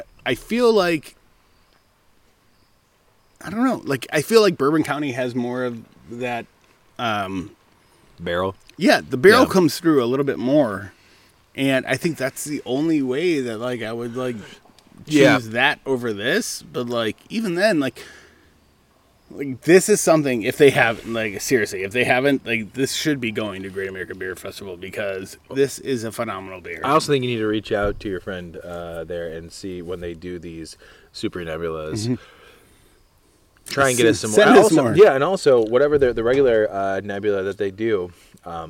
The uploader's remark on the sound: Sip one some beers in nature. While camping in Washington Island Wisconsin, they decided to crack open a few in the great outdoors.